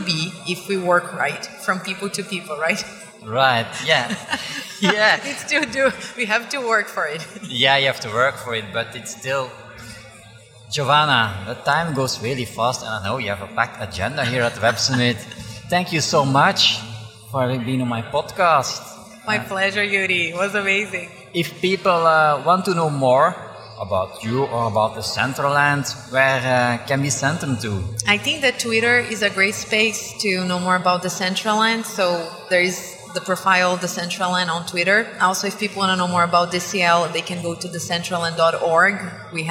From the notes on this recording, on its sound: This episode was recorded at the podcast booth at Web Summit on November 2, 2022.